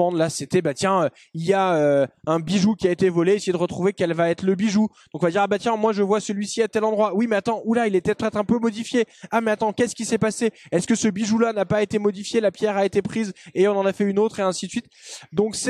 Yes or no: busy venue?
yes